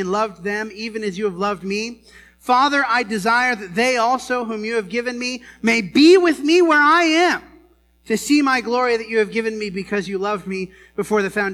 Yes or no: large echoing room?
yes